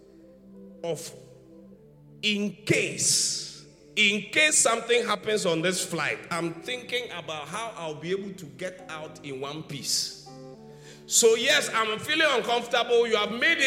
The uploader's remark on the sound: Preached at the Qodesh